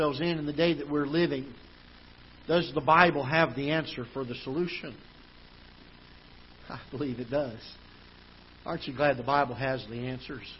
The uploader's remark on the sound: Ketha Heights Baptist Church ~ Live Broadcast